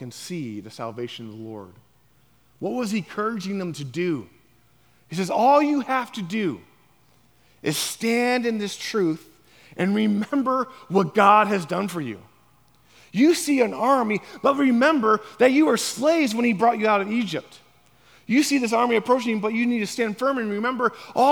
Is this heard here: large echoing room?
yes